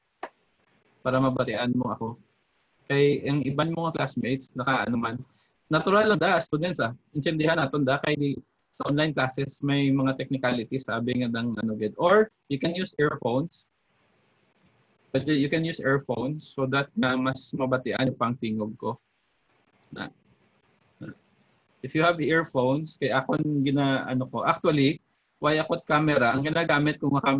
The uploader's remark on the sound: This podcast is the first zoom meeting of ISCOF-SEC BSIT 2 Students in their subject ITPE 1.